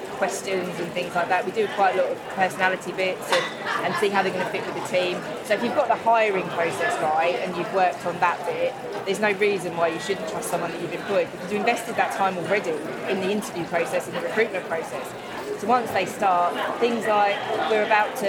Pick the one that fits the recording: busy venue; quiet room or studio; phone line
busy venue